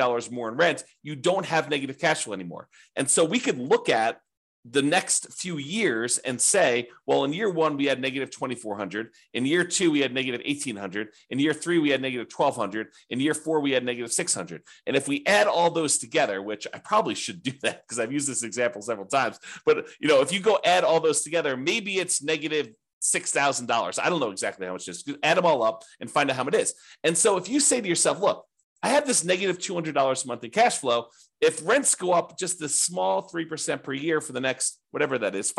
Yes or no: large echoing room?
no